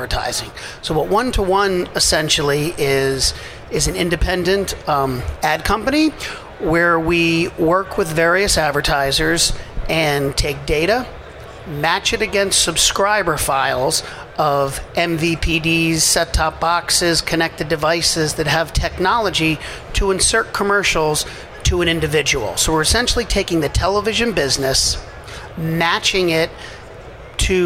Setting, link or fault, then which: setting, busy venue